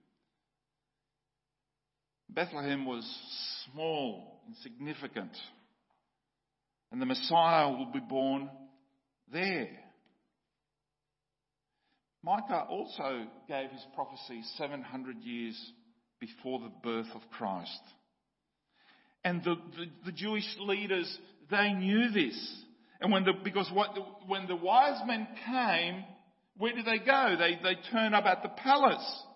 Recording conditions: large echoing room